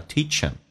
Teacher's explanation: 因为 him 这个单词不被强调，所以它可以把 h 音去掉，用 teach 的 ch 跟 e 形成个零叫 teachhim。你可以把 e 说成弱化成 a 叫 teachhim。We teach him, teach